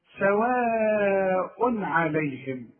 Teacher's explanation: انت لاحظت ان انا ضمتين وما غنيتش. ايوه العين دي من حروف الابهار، كل تنوين بعده عين ما غنش، واحنا هناخد حروف الابهار فيما بعد.